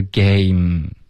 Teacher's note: 比如 game,这个字游戏它的结尾呢只是一个 m,没了。